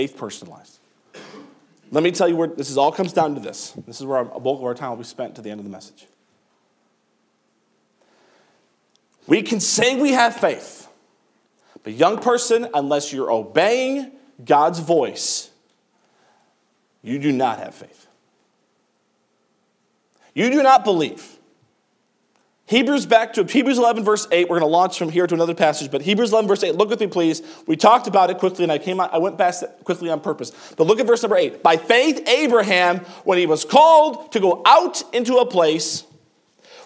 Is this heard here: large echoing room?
yes